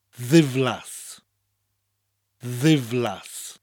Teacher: When a word beginning with D soft mutates, the D becomes a double D sound, a th sound, th. So let's start with a weather word, divlas, which means miserable, divlas.